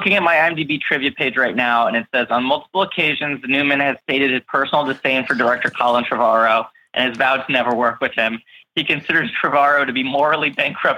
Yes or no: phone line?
yes